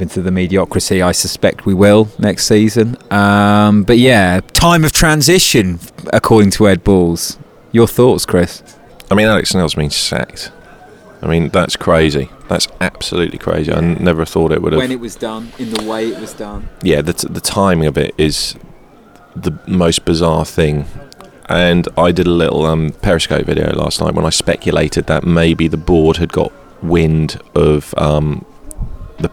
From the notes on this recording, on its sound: Live from the Blackburn game.